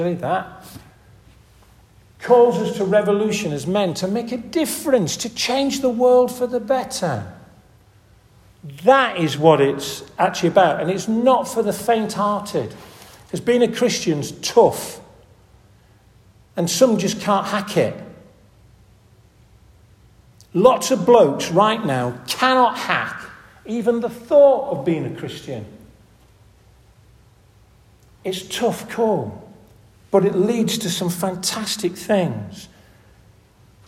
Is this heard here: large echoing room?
yes